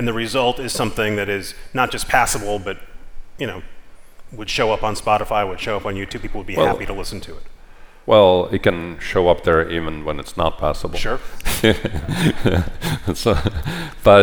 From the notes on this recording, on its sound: Live on stage at the Code conference.